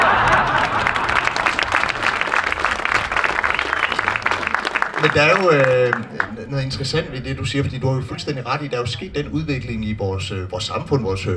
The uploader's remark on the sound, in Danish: Dette er optaget til et arrangement på Folkemøde 2023